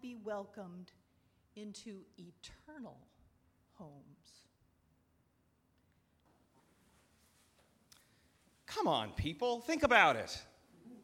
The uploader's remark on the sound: at Northminster Church on September 22, 2019